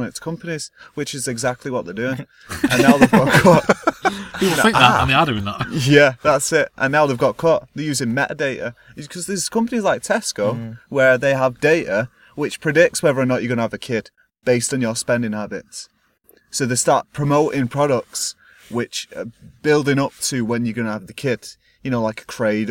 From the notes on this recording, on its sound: get together in the car once again